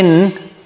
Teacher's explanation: Because when you say in, the tongue closes the air flow. So part of the air comes from the nose. · Term: gunnah